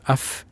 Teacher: Den andre her, F, kaller vi for labiodental, leppetannlyd